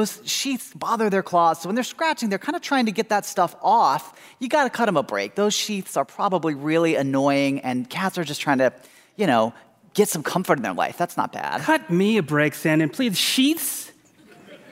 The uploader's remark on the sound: We're transporting you to the Fitzgerald Theater in St. Paul for a segment from a recent live show: Cats vs.